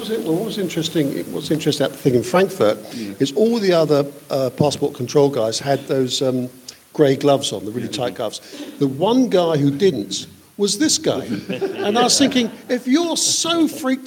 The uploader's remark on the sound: LIVE FROM Wallingford Town Hall Nr Oxford, England